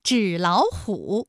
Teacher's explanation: 领导、理解，哎，是不是第一个字它本来是三声，变成了二声？好，这是第一种组合啊。我们再来看第二种三音节的三声组合，这里呢也要分两种情况来说明。第一种，比如说游泳馆，这是一个三音节的三声组合，我们首先应该对其进行一个语义的划分，那我们就会发现了，比如说展览馆三个字三声，它的语义可以分成展览和馆。这种情况下的音变情况啊，应该是第一个音节、第二个音节都变成三五，就是二声，哎，也就成了本来是三个三声吧，二幺四加二幺四加二幺四，那演变成了前两个音节是二声，也就是三五，三五加三五，最后一个字是二幺四。那类似的词还有像手写体、洗脸水。是不是前两个字都是二声，第三个字是三声呢？哎，这是第一种情况。我们再来看第二种情况，纸老虎。我们也是要把语义划分一下，成纸和老虎。那么这种情况下，音变的情况就应该是第一个音节变成二幺，第二个音节变成三五。你看，本来也是三个三声词，它都是二幺四加二幺四加二幺四，对不对？那么现在我们改成